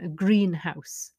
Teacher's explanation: the stress is on the first syllable because the whole thing is a noun, a two-syllable noun · Term: compound noun